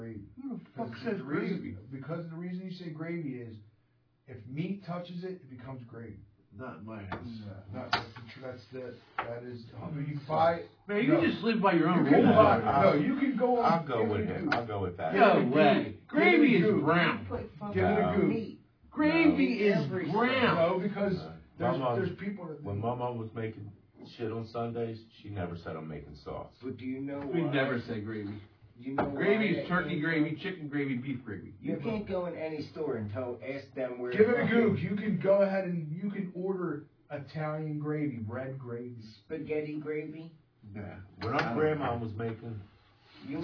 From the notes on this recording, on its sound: The audio is a little low on this one